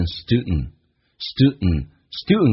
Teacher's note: 在美语当中 D 跟 N 组合在一起， D 可以不用发音，那么同时呢气流阻塞一下